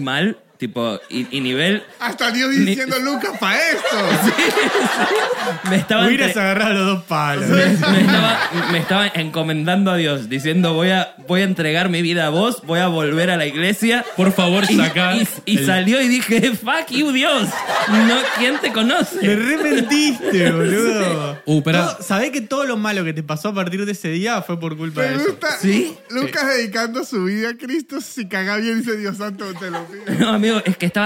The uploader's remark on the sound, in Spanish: Estamos EN VIVO en TEATRO BORDER.